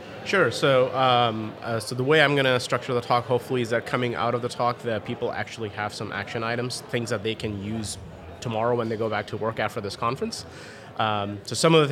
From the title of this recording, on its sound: Live From Agile Midwest